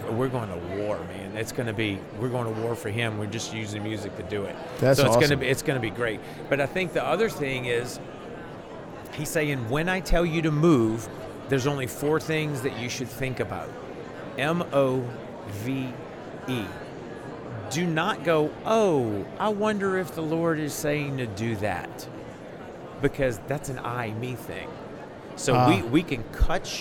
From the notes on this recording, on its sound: LIVE from NRB 2022!